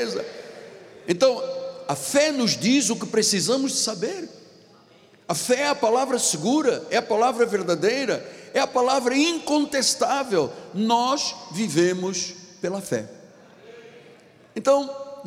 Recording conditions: large echoing room